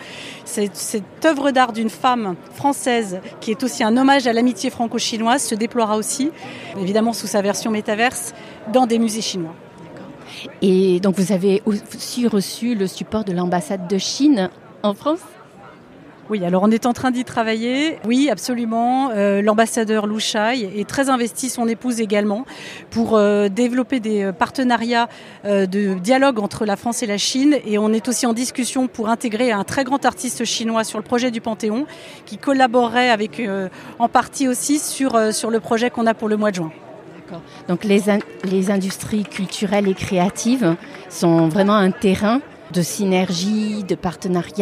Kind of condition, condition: setting, busy venue